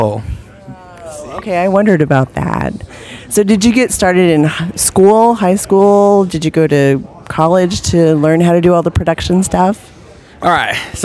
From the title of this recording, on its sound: Live from deadCenter